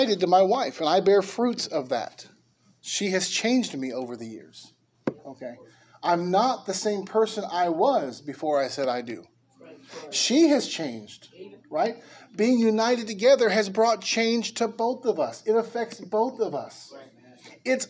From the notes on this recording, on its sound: Preached at Liberty Baptist Church in Norwalk, Ca.